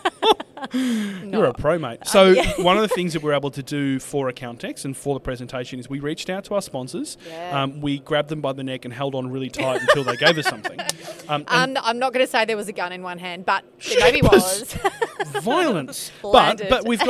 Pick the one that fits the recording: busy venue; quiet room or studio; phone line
busy venue